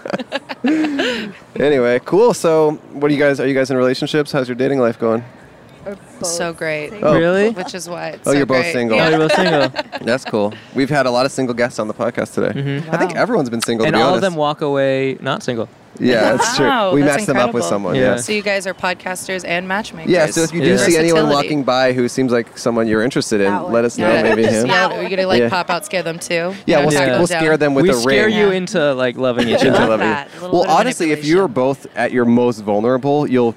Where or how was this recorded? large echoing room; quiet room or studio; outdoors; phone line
outdoors